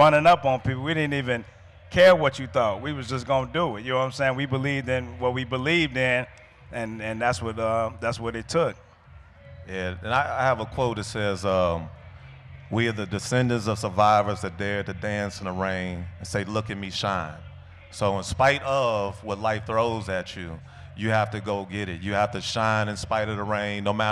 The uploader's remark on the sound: We brought some of the biggest disruptors in film to the stage for our Roots Picnic live podcast set.